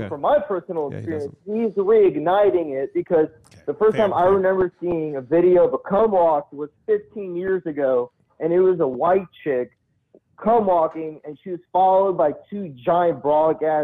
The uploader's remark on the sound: The Bathhouse is a live call-in show from the green room of The Stand one of New York City's best comedy clubs.